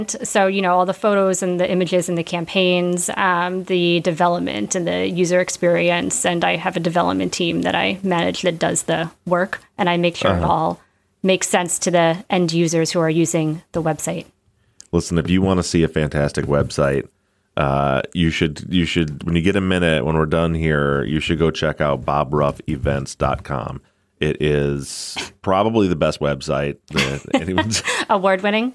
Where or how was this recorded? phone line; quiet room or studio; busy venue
quiet room or studio